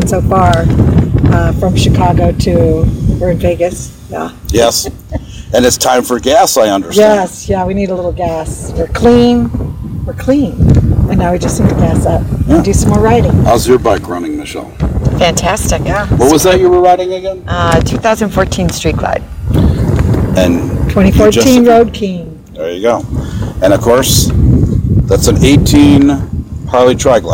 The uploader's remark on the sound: A live episode of My team and I riding through Red Rock Canyon. Our traveling correspondents have riden over 2000 miles getting to Red Rock from Chicagoland.